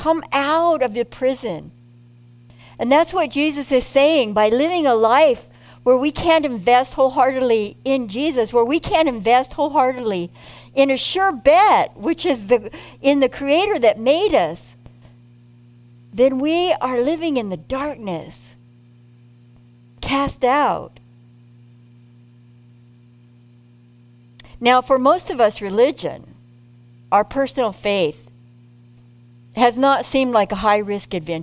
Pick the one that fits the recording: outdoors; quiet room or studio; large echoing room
large echoing room